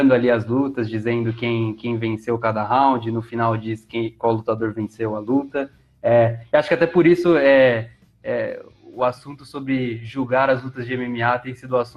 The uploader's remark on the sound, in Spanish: Mesa redonda virtual.